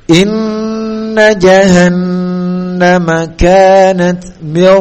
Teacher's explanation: Walaupun sebelumnya adalah kasrah, maka dibaca tebal karena setelah dari huruf ra yang bersukun adalah huruf yang tebal, yaitu huruf soda.